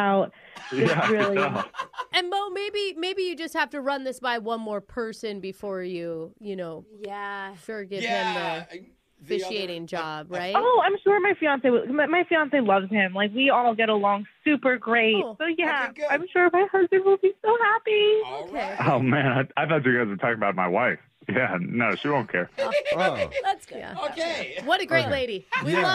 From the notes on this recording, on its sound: Awkward Tuesday Phone Call